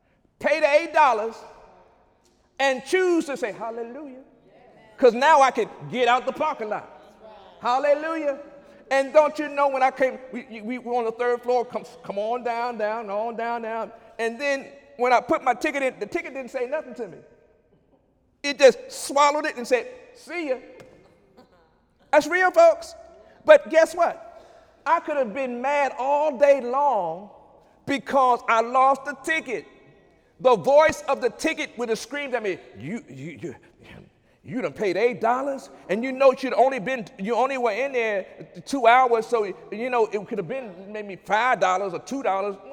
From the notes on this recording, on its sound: During Wednesday night service on May 3, 2017